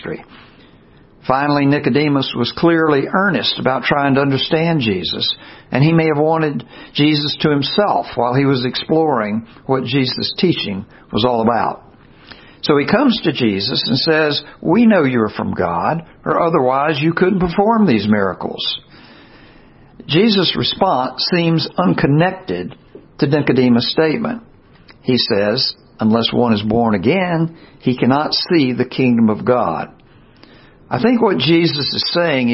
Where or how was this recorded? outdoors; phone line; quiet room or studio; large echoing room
large echoing room